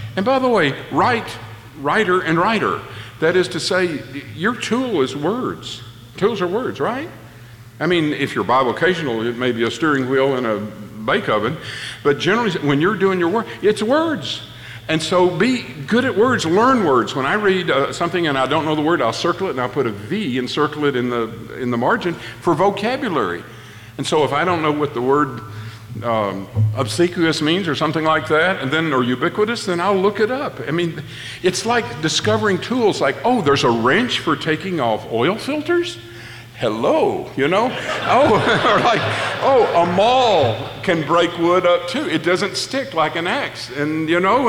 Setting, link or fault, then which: setting, live audience